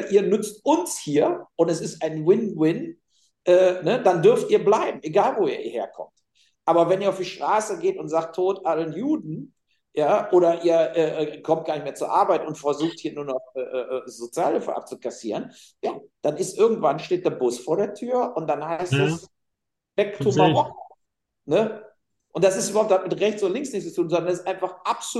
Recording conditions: video call